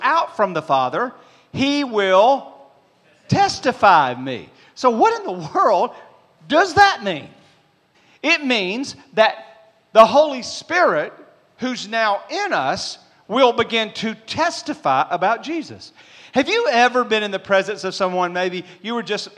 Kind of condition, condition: setting, large echoing room